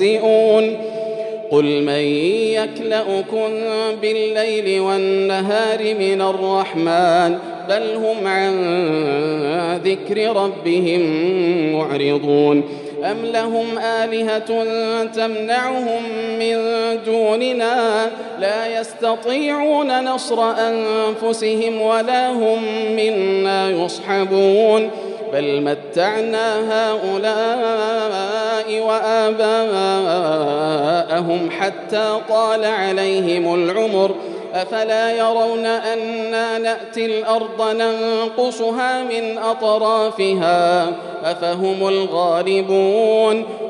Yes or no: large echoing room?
yes